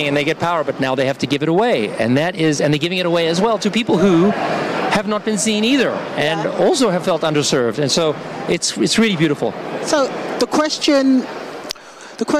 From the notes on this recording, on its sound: Live from Consensus in Austin, Texas.